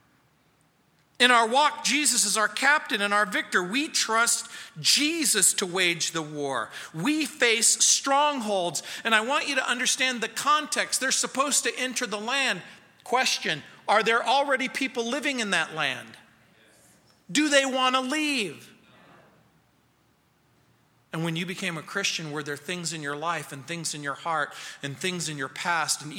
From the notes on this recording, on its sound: at Calvary South Denver in Littleton CO